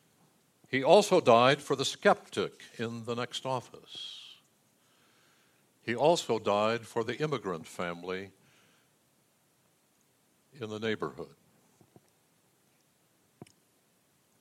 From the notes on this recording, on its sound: Delivered during the Contemporary Worship Service. San Marino Community Church.